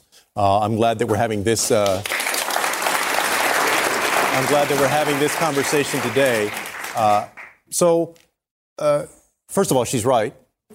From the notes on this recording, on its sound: Climate Crisis Town Hall. Answers questions during a live town hall.